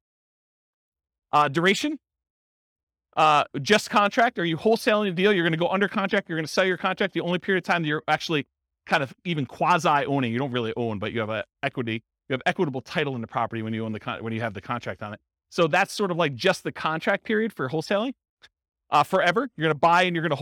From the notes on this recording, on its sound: This was a live class recorded to give investors a solid qualitative overview of all the different real estate investing strategies. Madison, Wisconsin.